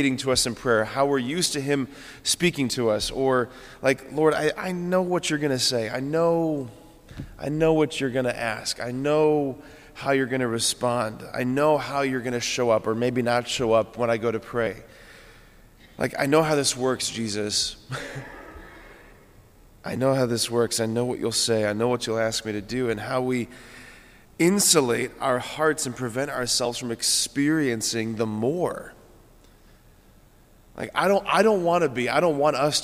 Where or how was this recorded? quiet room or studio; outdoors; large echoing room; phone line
large echoing room